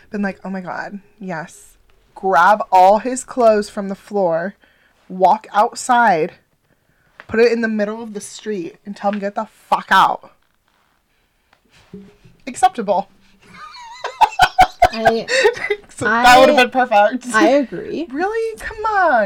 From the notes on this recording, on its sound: Now we need to figure out how to equalize our sound and not scream so loud directly by the microphones!